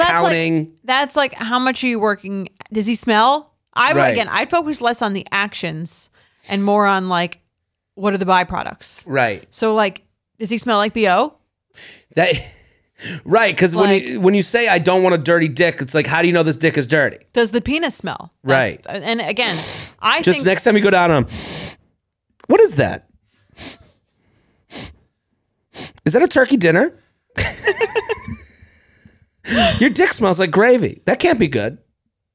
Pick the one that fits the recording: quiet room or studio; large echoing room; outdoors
quiet room or studio